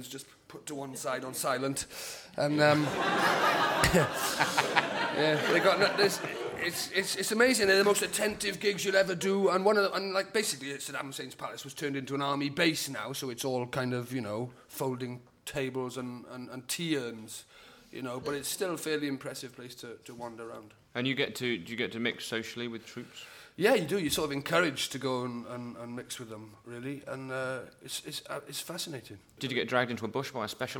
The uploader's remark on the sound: Edinburgh festival podcast: The Guardian Live at the Gilded Balloon. Live on stage for some standup.